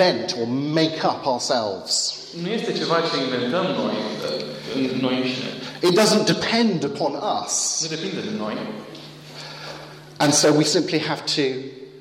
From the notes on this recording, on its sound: Talk plus Q&A at Romanian Church youth meeting, with translation.